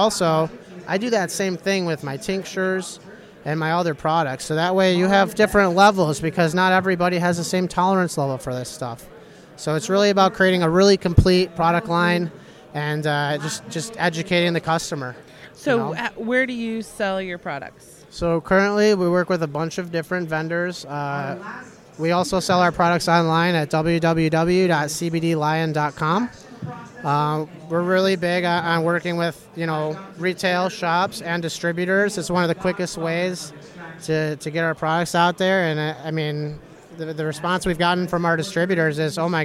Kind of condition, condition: setting, busy venue